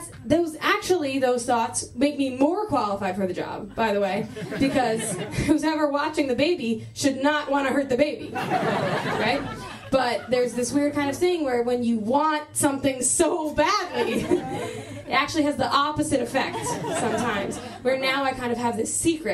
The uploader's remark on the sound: Live Show: Cruella Retelling. Our live show!